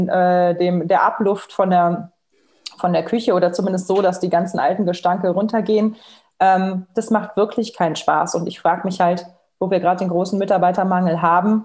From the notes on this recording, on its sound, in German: Podcast zum interaktiven Live-Webinar